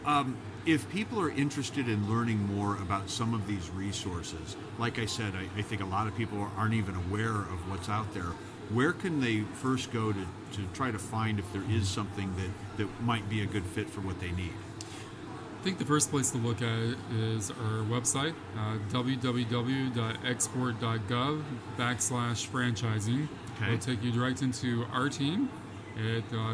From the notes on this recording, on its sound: IFE Unplugged: Live from New York in The Podcast Zone. Recorded LIVE in the Podcast Zone at The International Franchise Expo 2023 in New York.